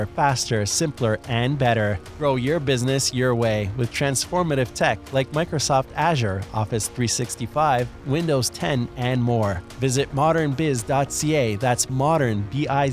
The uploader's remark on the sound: the Startup Canada Podcast Show attended the SaaS North Scale-up Conference, Canada’s largest SaaS conference